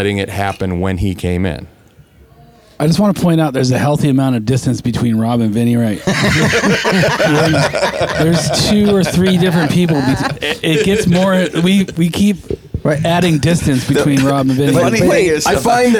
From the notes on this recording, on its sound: Tonight's episode was recorded backstage at Jannus Live in St. Petersburg FL.